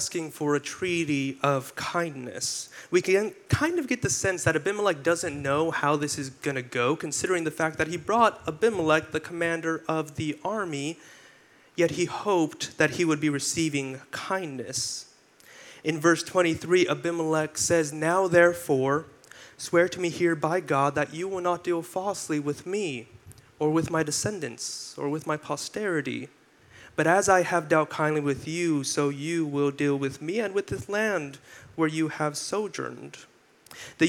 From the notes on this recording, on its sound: delivered this sermon for our July 16, 2023 worship service